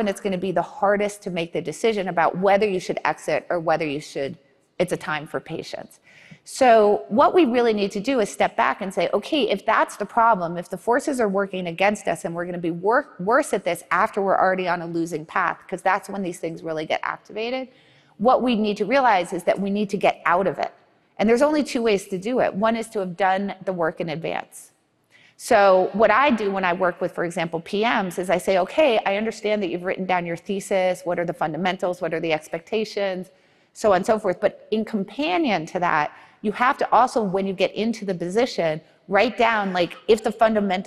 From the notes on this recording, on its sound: In front of a live audience.